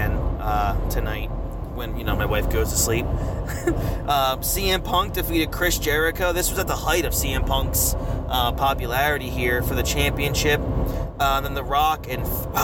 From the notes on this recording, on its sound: Are on the road heading to The Big Event in New York and decided to record a new pod! Pardon the background noise.